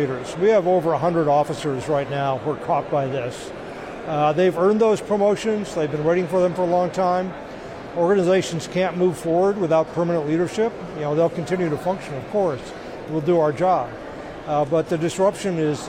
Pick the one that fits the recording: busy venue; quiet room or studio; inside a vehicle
busy venue